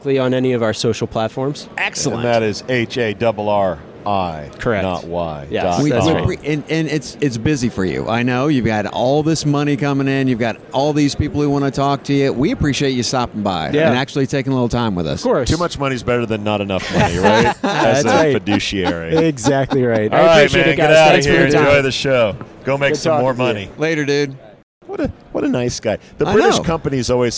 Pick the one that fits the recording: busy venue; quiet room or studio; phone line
busy venue